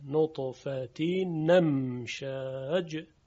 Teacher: خب در اینجا نقل حرکت میشه، یعنی حرکت همزه منتقل میشه به اون نون ساکنی که در تنوین شنیده میشه و همزه حذف میشه · Term: نقل حرکت و حذف